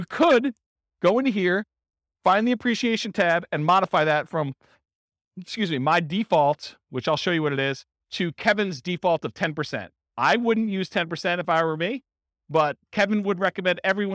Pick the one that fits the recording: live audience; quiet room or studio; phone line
live audience